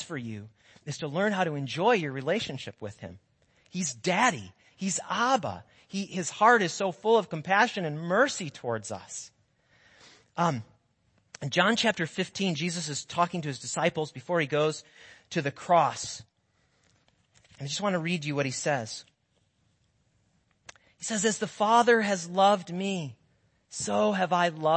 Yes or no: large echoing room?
yes